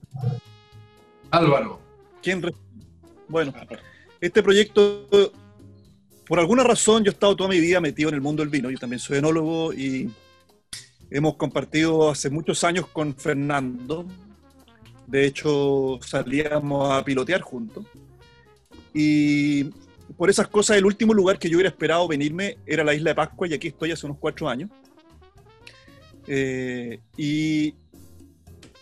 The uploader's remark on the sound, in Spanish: Vía Zoom desde Isla de Pascua. Programa sobre V¡nos, V¡ñedos y V¡das en radio PortalesFM.